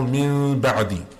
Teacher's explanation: So if you have a Noon Sakina or you have a Tanween and after it there is a Ba, you change it to a gentle Meem sound. You make a Ghunna with a gentle Meem sound and then you pronounce the Ba. · Term: Iqlab